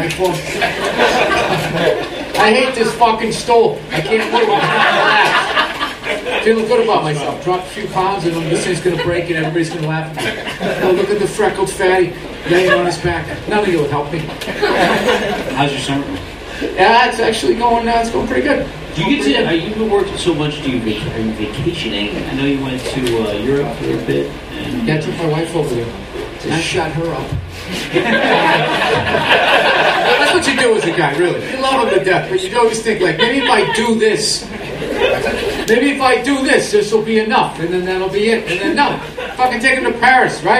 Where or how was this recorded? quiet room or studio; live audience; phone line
live audience